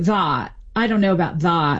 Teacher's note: saying the vowel a, like in that, more backed · Term: classic Valley Girl accent